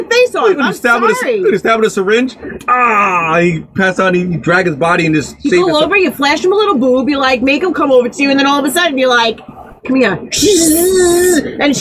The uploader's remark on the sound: TECHNICAL DIFFICULTIES!!!!!